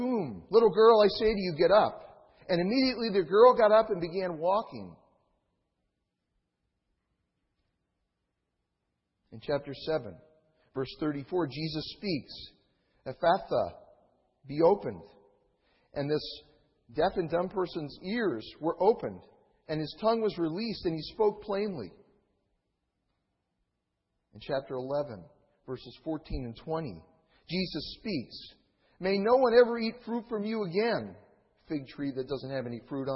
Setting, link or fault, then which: setting, large echoing room